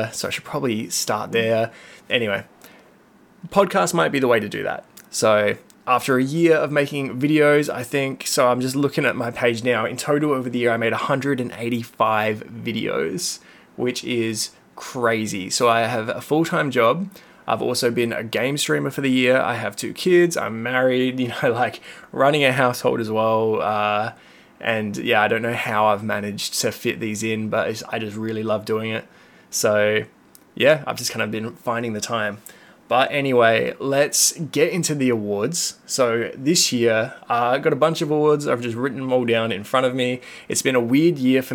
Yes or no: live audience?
no